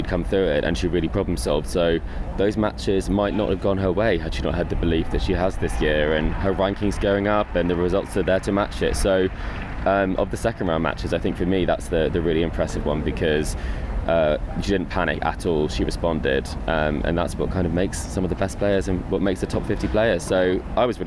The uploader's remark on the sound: We are live from the US Open. Is courtside in New York and reporting live from the grounds.